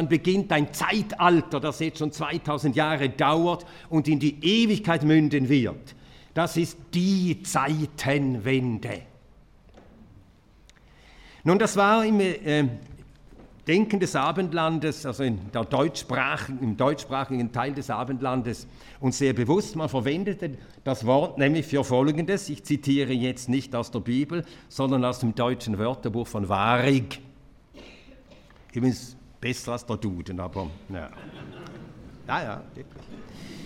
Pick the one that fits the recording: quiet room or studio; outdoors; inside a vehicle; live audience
live audience